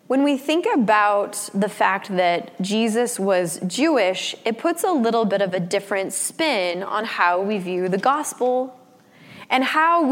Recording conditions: large echoing room